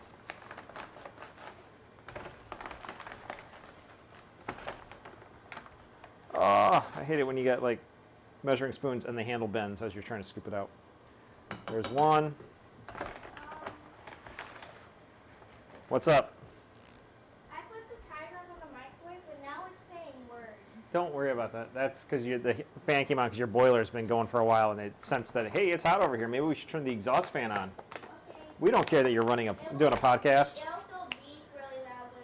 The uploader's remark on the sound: Relocate their recording space to the kitchen. Juggle recording, cooking, parenting, and unfiltered reactions from pint-sized taste testers.